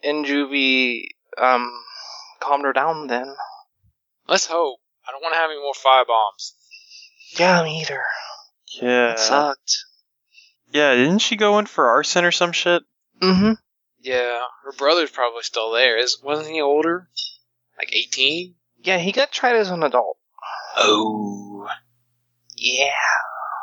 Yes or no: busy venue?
no